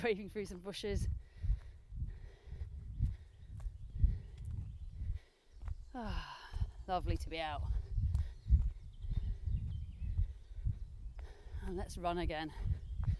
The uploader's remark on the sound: Recorded in the woods around where she lives, not only will you get to hear the birds chirruping in the background. Running in real time, muddy puddles and all.